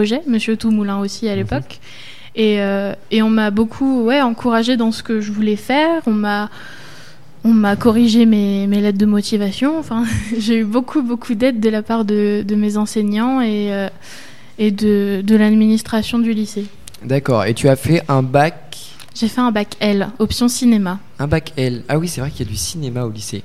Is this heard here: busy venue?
yes